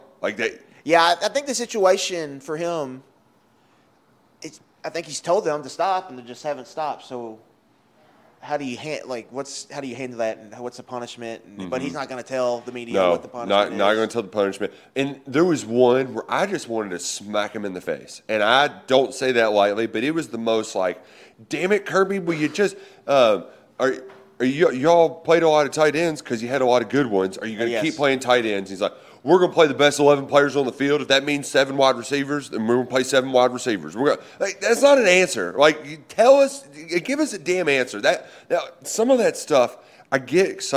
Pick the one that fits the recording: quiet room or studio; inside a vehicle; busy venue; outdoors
busy venue